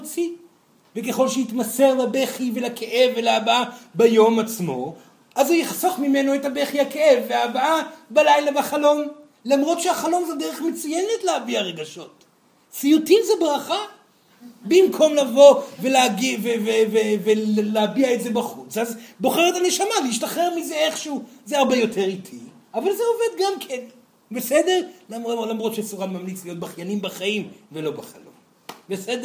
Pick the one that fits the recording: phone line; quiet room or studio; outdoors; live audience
live audience